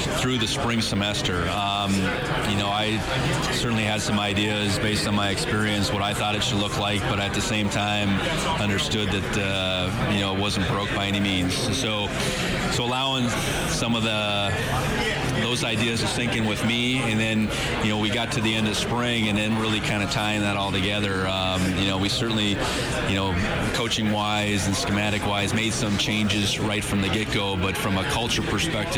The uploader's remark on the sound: LIVE from the Big Sky Kickoff in Spokane. The Big Sky Kickoff media conference in Spokane.